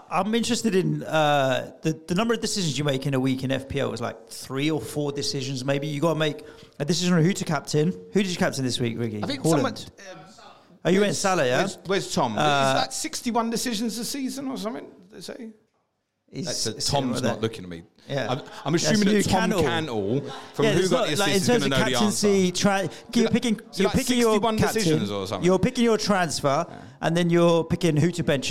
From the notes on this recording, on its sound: Planet FPL Live 4! Audience Q'N'A. Following Sunday night's live show much of the audience stayed behind for a Q'N'A.